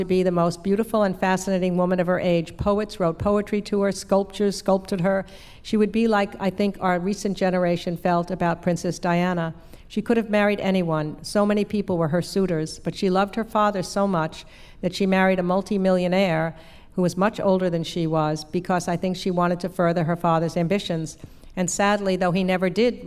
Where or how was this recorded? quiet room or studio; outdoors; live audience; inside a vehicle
live audience